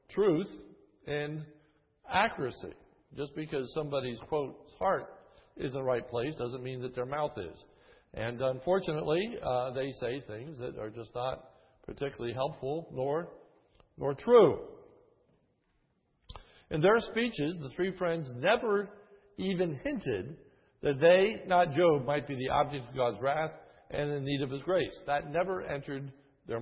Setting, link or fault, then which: setting, large echoing room